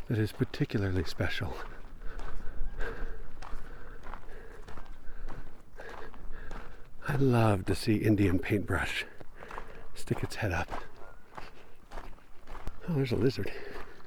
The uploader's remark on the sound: I spent a few days in Moab, camping and hiking and writing and recording. This episode was recorded as I was hiking in Canyonlands National Park on the Murphy loop. I did edit out some long stretches of just me walking (not excatly compelling audio, that), and a couple of times were I got distracted by something I saw. I did leave in a couple shorter ones (a lizard in one instance, a butterfly in another) just to maintain the feeling of the recording, which is not some manufactured-in-the-studio-with-a-catalog-of-outdoor-sounds.